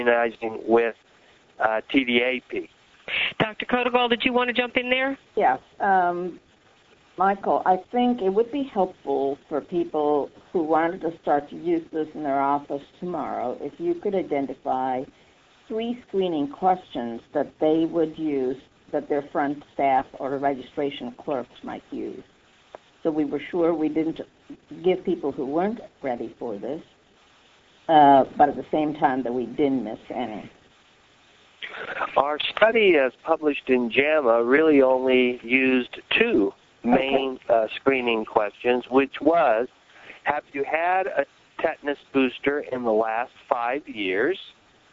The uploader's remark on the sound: July 2005 Author in the Room® Teleconference